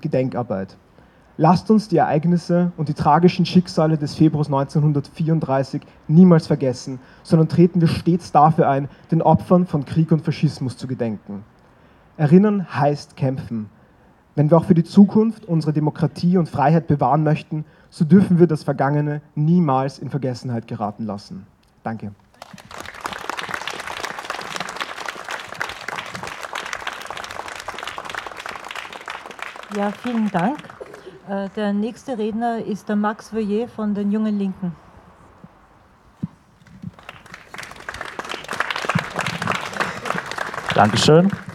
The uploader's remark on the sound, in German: Donaustädter Februargedenken am 16. 2. 2020 vorm Goethehof. Ungekürzte und unbearbeitete Aufnahme mit Reden von Vertreter*innen der Opfer-Verbände, von Parteien und Jugendorganisationen.